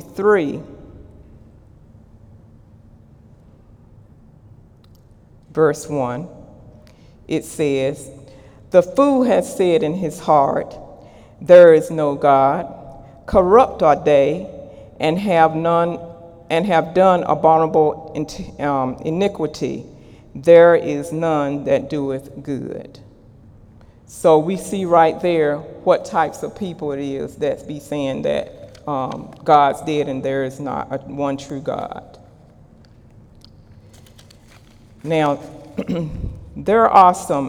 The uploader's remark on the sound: During Sunday morning service on May 20, 2018.